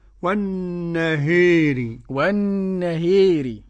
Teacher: وقرأ الإمام أبو عمرو البصري وقرأ دوري عن الكسائي بالإمالة الكبرى